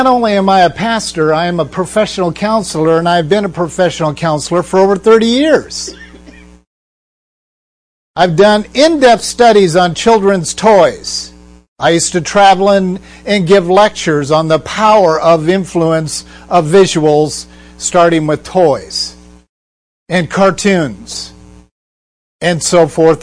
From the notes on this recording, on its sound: We are sorry about the humming on this podcast - we are working to locate the problem before our next podcast.